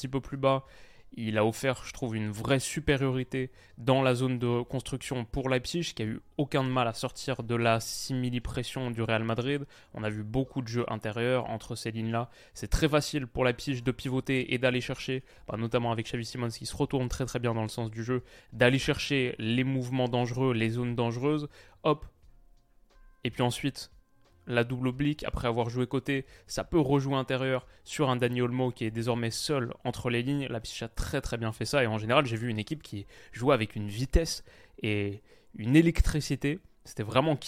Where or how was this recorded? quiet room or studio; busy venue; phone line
quiet room or studio